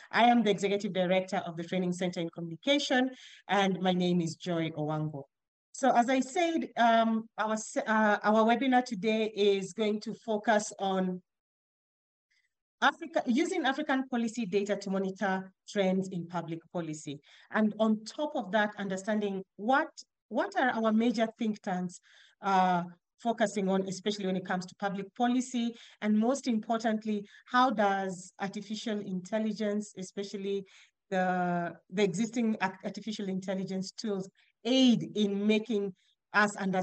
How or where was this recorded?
video call